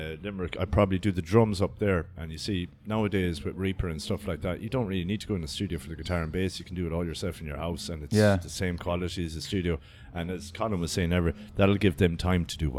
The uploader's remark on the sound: At Monolith Festival 2019 in Cyprus Avenue Cork.